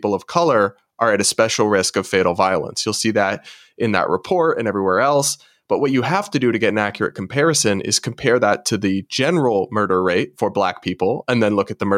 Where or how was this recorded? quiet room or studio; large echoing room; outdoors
quiet room or studio